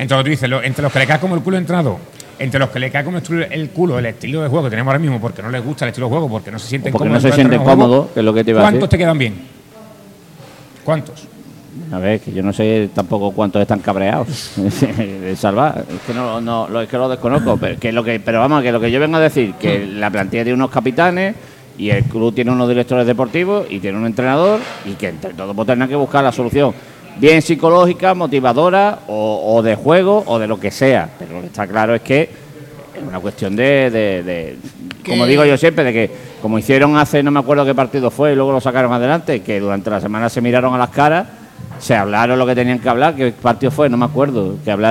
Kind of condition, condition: setting, busy venue